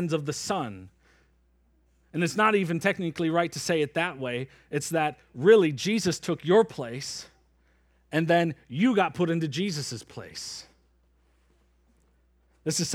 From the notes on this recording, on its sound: Preached from Acts 3 at Springbrook Church in Antigo, WI.